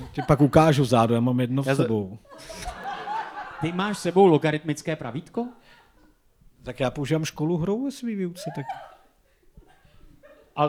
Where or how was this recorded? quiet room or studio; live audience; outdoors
live audience